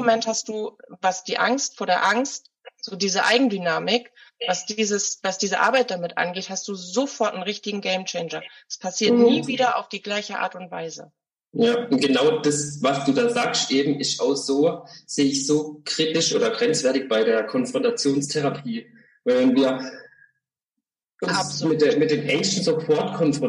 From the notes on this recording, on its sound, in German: Bitte entschuldige die minderqualitative Audioqualität, wir hatten technische Herausforderungen.